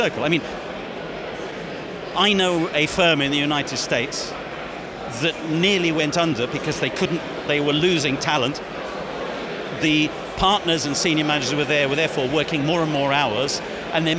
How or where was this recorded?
busy venue